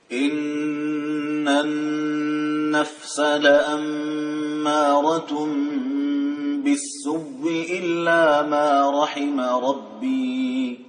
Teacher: الوجه الذي قرأ به إبدال الهمزة وإدغامها